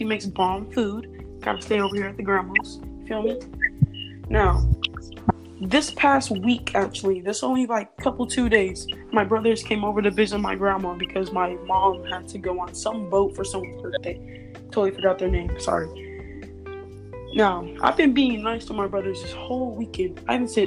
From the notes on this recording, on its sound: Sorry if there is a lot of glitchy noises in the background